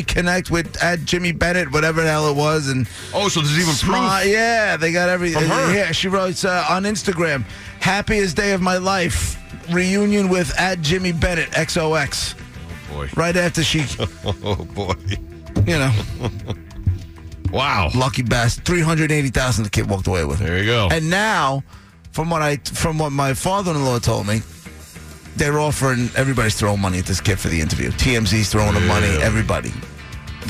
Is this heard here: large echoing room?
no